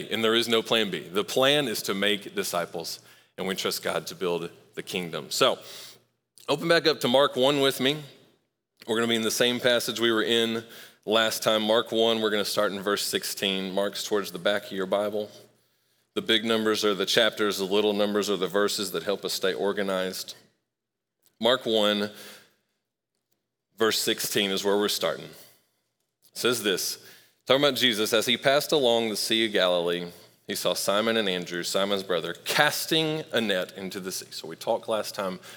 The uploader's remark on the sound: Recorded live at Long Hollow Church on June 27, 2023.